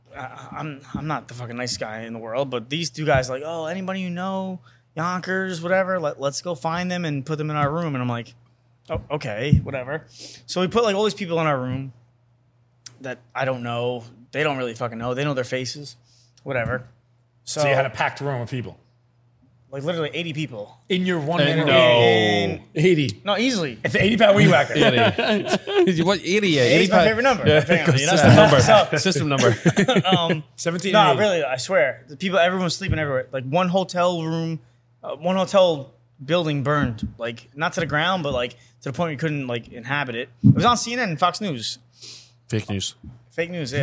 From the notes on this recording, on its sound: bar "Archie Grand"